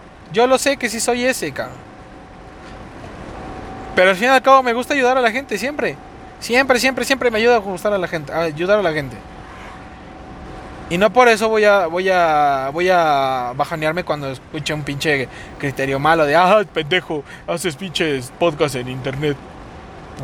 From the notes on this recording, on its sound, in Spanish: El audio no sera aveces bueno por que viajo y lo voy grabando mientras manejo